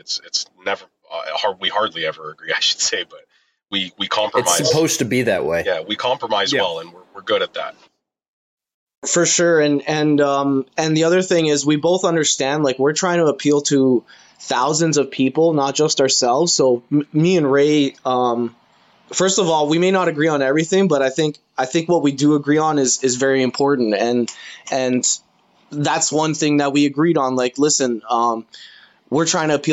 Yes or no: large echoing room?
no